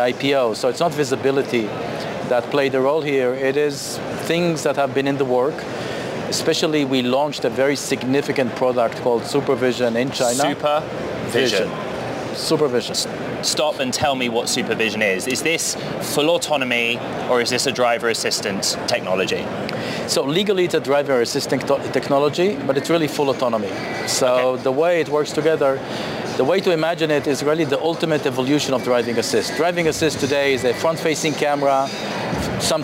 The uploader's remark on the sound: Live from CES in Las Vegas.